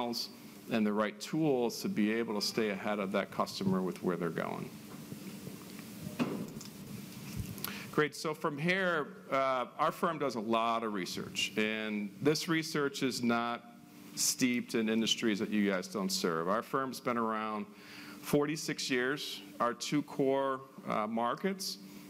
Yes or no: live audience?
yes